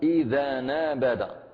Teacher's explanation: يتخلص من هذه الهمزة بالنقل أنه يسقطها ويحتفظ بحركتها وينقل هذه الفتحة إلى الذي قبلها